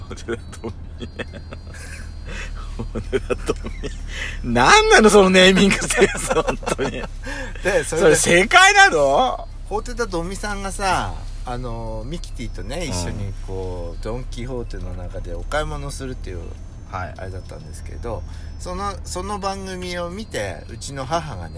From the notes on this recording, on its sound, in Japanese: パーキング収録